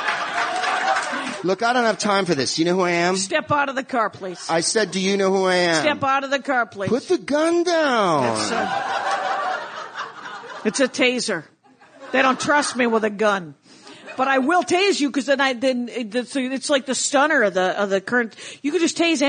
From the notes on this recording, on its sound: LAPODFEST.